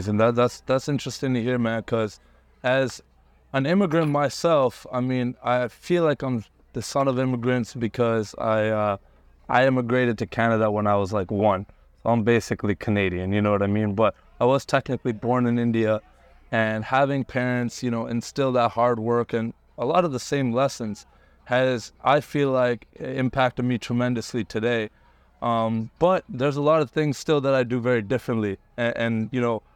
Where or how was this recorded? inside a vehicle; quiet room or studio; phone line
inside a vehicle